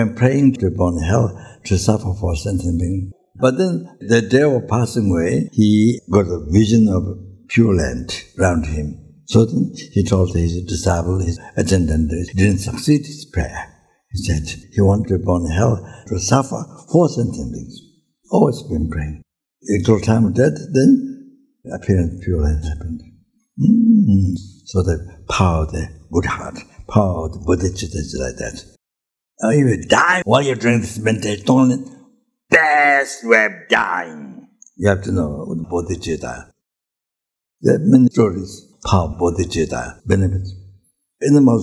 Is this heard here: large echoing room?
yes